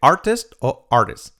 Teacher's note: Podemos decir artist o artist, saltando la primera T.